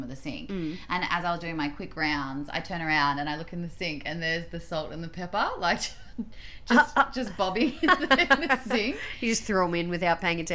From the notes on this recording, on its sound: Apologies for some audio crackles throughout, tech issue that is looking to be resolved.